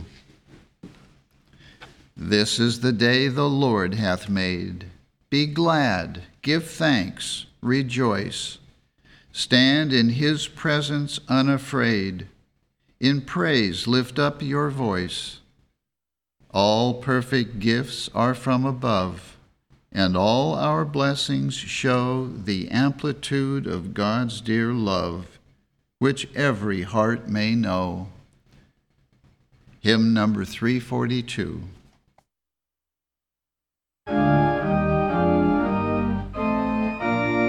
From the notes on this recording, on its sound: The Sunday service audio